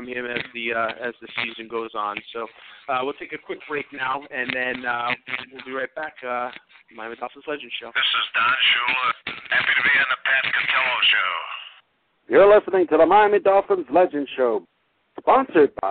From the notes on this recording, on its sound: Live from Miami Mike's Sports Bar in East Hanover, NJ!